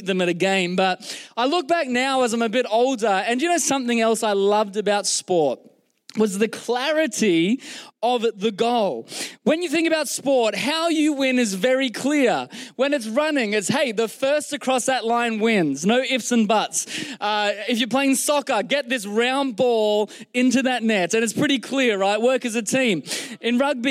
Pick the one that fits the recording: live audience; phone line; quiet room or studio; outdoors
live audience